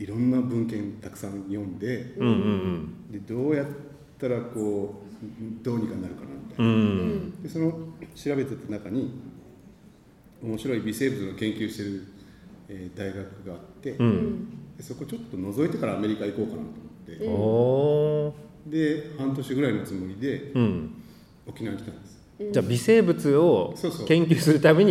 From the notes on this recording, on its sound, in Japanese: 初の公開収録の放送です。